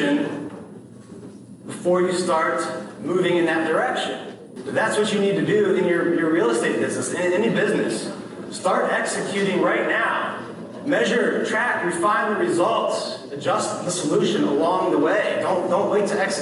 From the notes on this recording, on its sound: addresses realtors attending Lab Coat Agents Live in San Diego, California